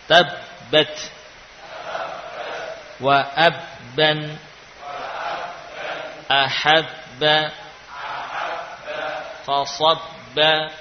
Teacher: Ada huruf ta fathah, ba sukun, ba lagi fathah. Ya, namun ba yang sukun ini tidak di qalqalah karena sudah dimasukkan · Term: ba musyaddadah